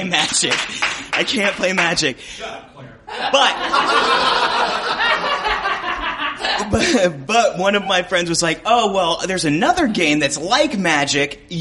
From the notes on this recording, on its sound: Midwinter Gaming Convention 2015. In Milwaukee, the first time we ever recorded our show outside Chicago!